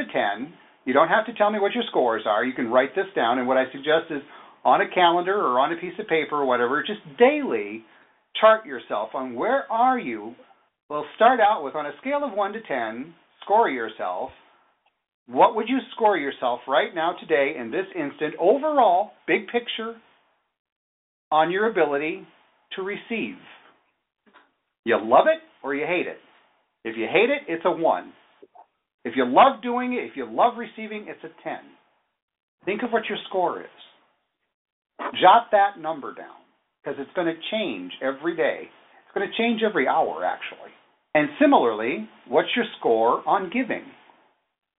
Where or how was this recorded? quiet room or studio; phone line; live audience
phone line